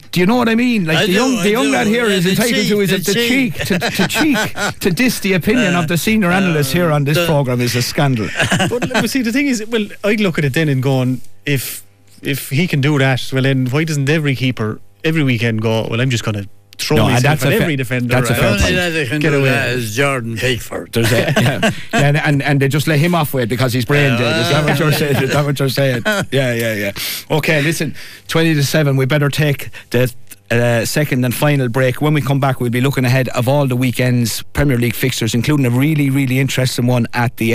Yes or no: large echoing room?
no